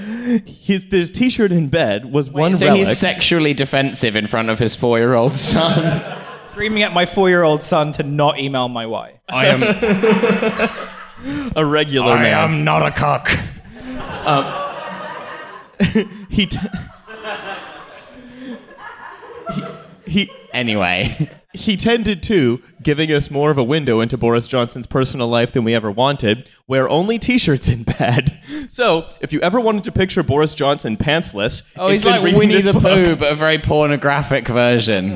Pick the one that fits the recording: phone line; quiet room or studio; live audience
live audience